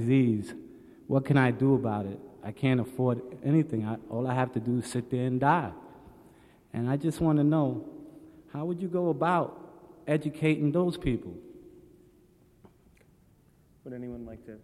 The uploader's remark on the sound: There is a very involved Q&A portion of this event.